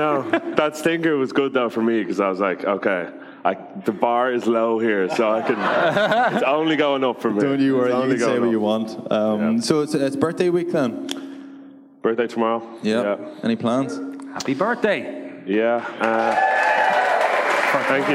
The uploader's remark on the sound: LIVE in Dublin.